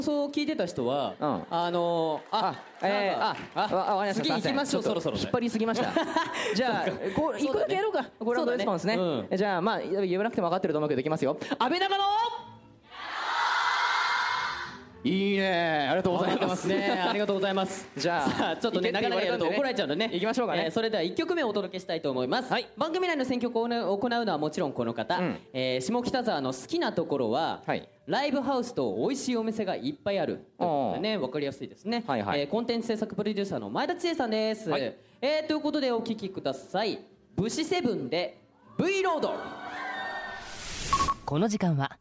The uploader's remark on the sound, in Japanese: 8/30に下北沢タウンホールで行われた。100回記念の公開録音の模様をお届けします！